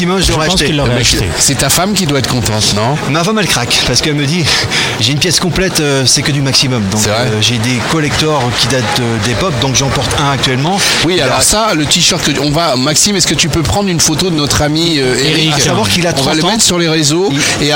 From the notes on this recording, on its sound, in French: En direct du Dock B à Pantin, LeRadioClub émission spéciale.